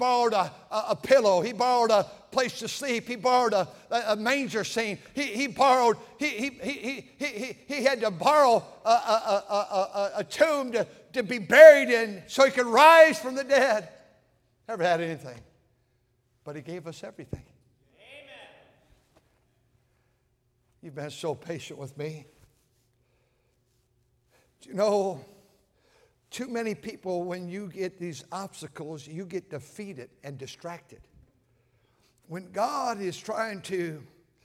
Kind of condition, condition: setting, large echoing room